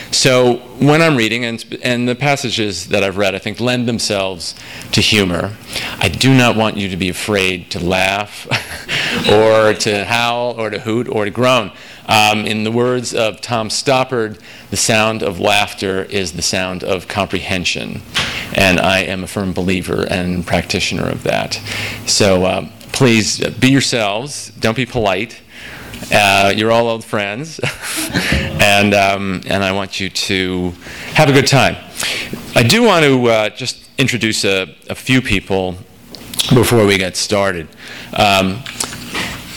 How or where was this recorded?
live audience